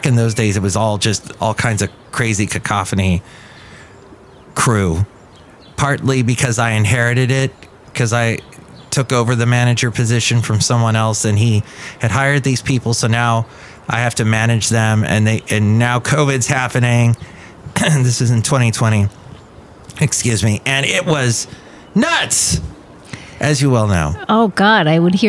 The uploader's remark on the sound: podcasts live from Café Anyway